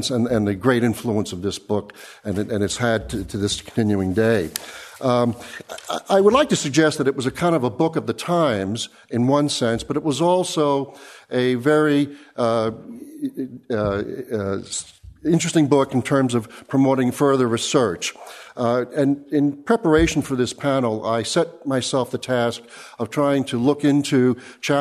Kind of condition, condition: setting, live audience